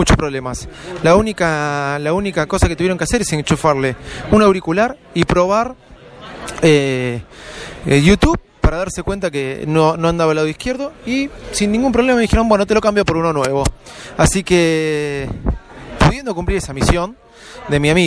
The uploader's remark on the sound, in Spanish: DESDE APPLE STORE EN VIVO